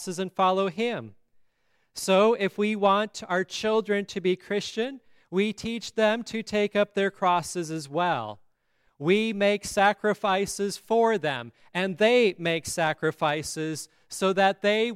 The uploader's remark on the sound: at Grace Lutheran Church in Lexington